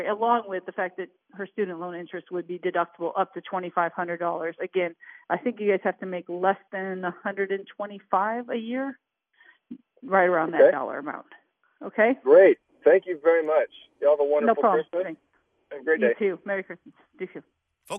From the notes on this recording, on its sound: Is on phone while at the annual Christmas Parade in Gallatin . Answer questions from callers live. Live from America's Music City. Live from the parade scene.